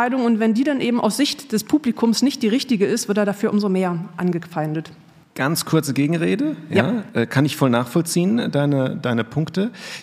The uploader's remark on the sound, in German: Unsere erste Live-Episode präsentieren können, die während des DIES ACADEMICUS 2023 des Instituts für Sportwissenschaft der Universität Mainz vor Publikum aufgenommen wurde.